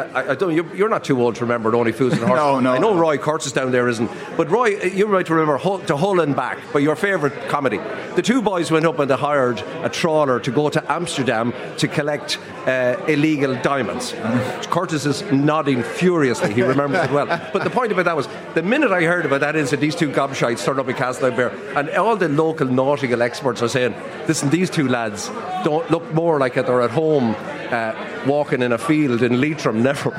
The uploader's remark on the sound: LIVE in The Palace Bar in Dublin